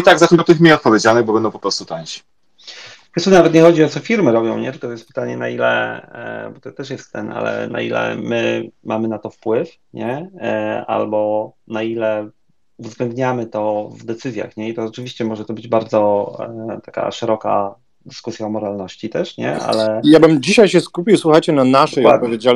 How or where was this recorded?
video call